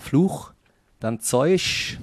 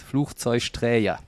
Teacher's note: Aber tatsächlich würde man ja im Hochdeutschen Flugzeugträger mit 3G schreiben, ne? Aber das erste spricht sich wie CH, Fluch, dann Zeusch, weil wir in Köln gerne Sch-Laute machen. Und Träger, weil auch vieles mit so einem J belegt wird.